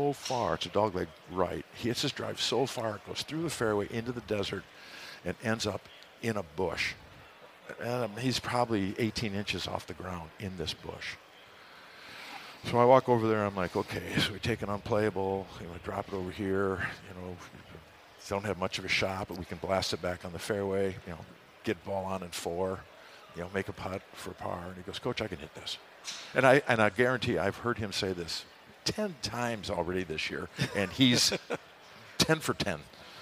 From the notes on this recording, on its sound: The Break80 Podcast is back on stage at the Minnesota convention center for another year live from the Minnesota Golf Show